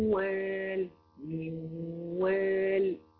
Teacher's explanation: تعالي نشوف كلمة موال، موال، من الميم للواو دون أن أنطق حرف النون، أمال حرف النون راح فين؟ حرف النون اختفى، لكن بقيت الغنة بتاعته، بقيت الغنة بتاعته.